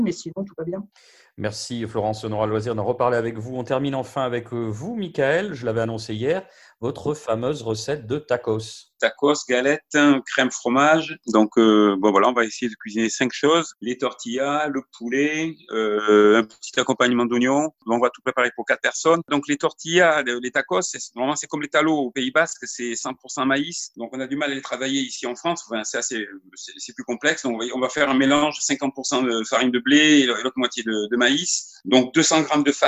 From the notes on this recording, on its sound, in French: c’est une équipe au grand complet qui s’est faite belle pour sa séance quotidienne de visioconférence.